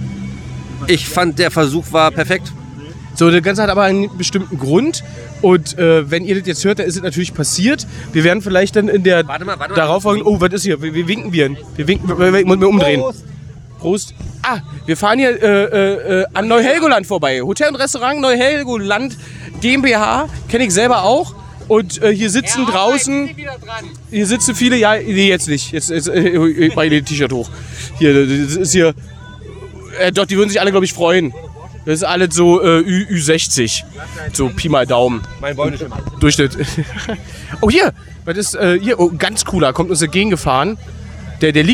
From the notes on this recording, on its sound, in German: Diesmal gibt es Gilla&Arbeit LIVE vom größten Dampfer der sieben Weltmeere zu hören. Motorengebrumme exklusiv mit dabei, sozusagen inklusive!